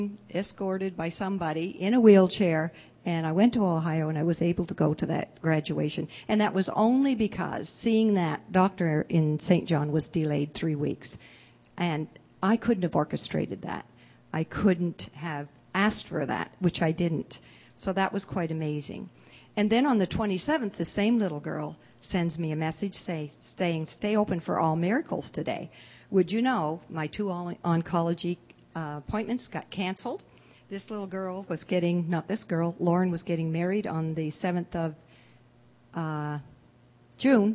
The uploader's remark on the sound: delivered at The People’s Church of Somerville, NB on the evening of January 18, 2015